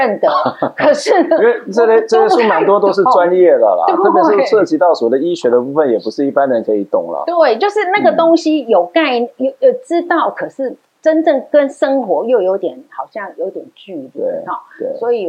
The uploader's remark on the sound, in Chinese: 本集節目錄製現場收音出現難以克服的技術問題，以致於本集收音欠佳